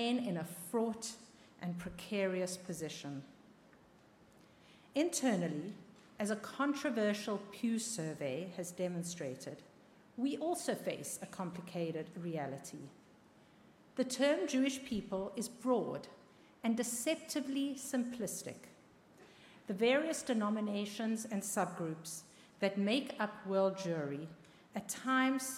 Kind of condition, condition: setting, live audience